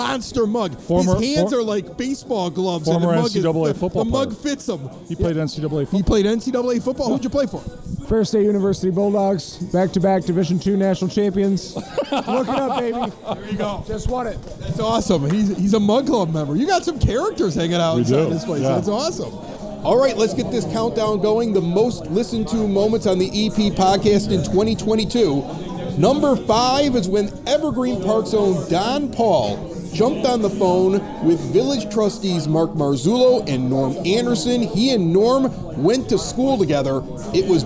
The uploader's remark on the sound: In front of a live audience at Open Outcry Brewing Company. Evergreen Park.